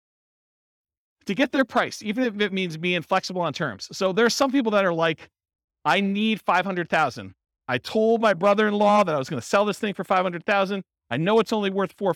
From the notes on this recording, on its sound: This was a live class recorded. In South Bend, Indiana.